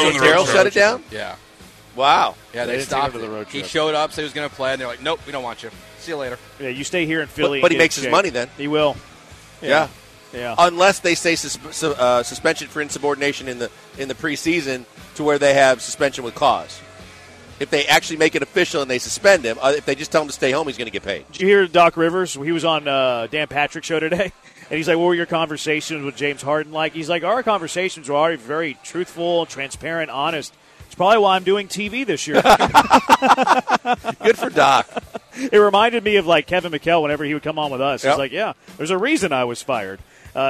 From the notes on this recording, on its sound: LIVE from The Tailgate!